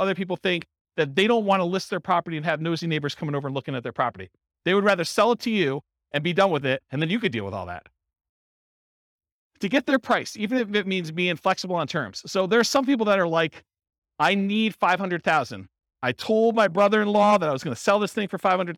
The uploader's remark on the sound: This was a live class recorded